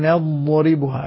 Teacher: الضاد ليست حرفا شديدا، هي حرف رخو مستطال مفخم مستعل مطبق.